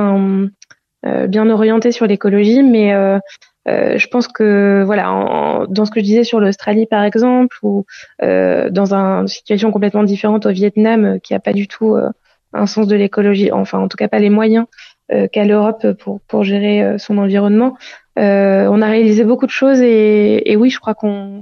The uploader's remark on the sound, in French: par téléphone